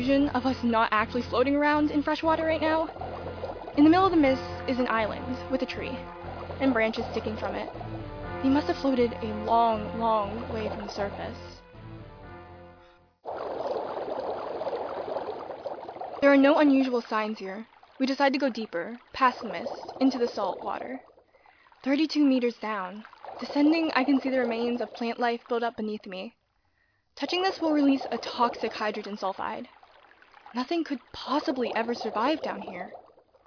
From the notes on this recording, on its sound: Monsters of May was a mini-series anthology recorded in May. We here at Retrospection Radio apologize for any sound balancing issues, or any other problems.